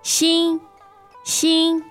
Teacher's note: So first tone is high and even.